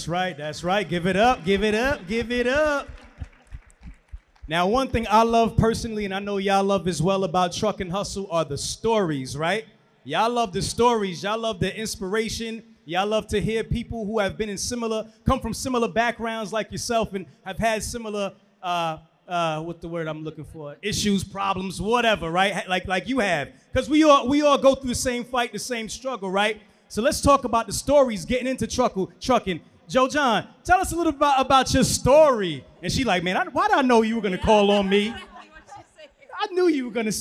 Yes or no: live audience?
yes